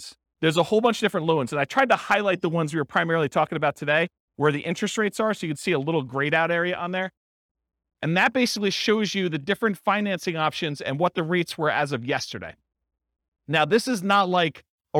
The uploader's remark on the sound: This was a live class recorded